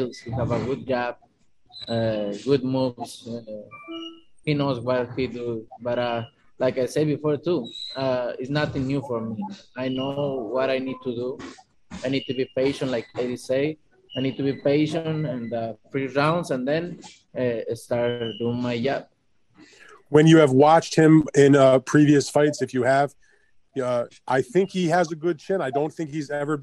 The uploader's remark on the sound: will hold a Zoom conference call